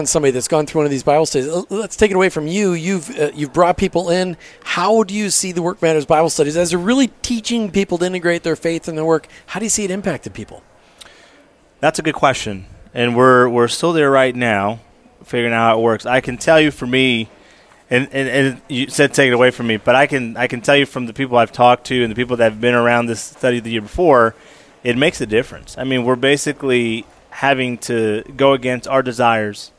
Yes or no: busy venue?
yes